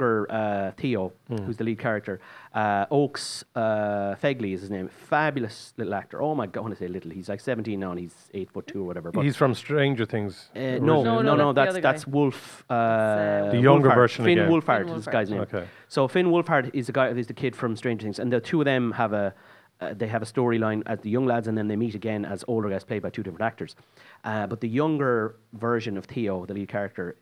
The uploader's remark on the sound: Recorded at Eye Cinema Galway.